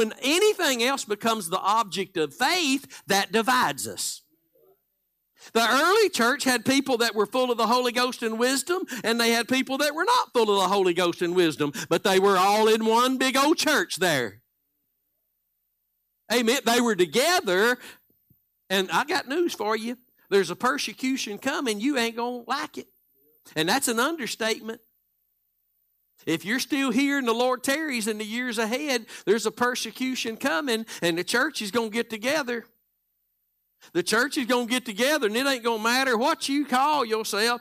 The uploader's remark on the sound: Live Wednesday Evening Service